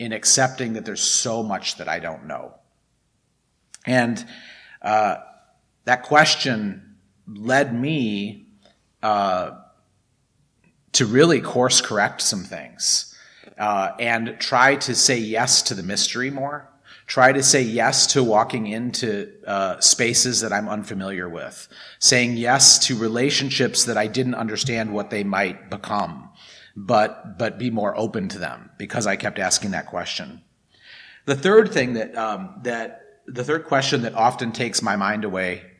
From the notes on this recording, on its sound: This is episode 1149, recorded at the Blue Lotus Buddhist Temple on 2023-04-22. Recorded at the Blue Lotus Buddhist Temple.